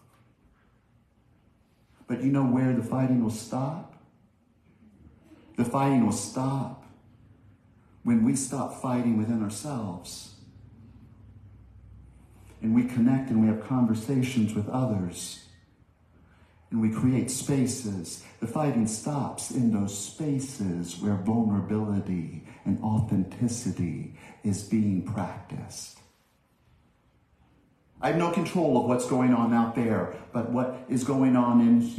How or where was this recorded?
large echoing room